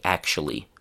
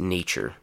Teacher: The reason for the change from t and then u to simply ch is clear. Ch is just much easier and faster to say.